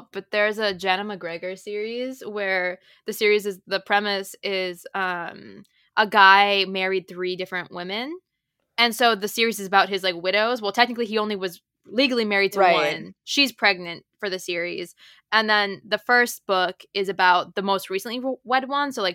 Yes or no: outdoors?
no